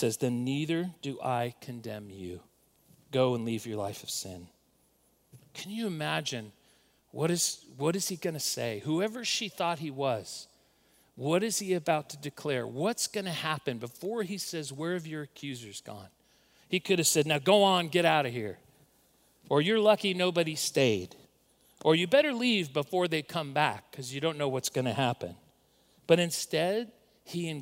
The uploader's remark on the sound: recorded at Northlands Church on April 5, 2020